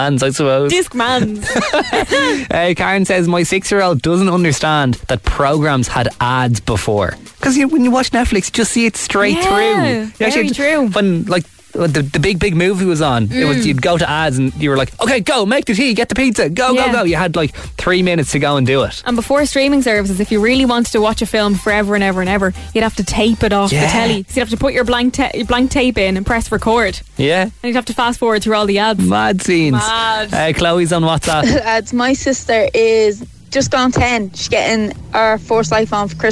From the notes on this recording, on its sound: We bring you all the behind the scenes audio from our trip to Dublin Zoo. They kindly invited us in to see how the animals were getting.